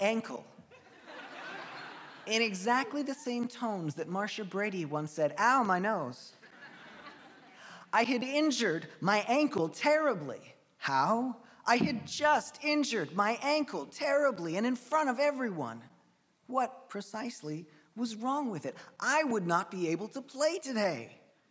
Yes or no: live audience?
yes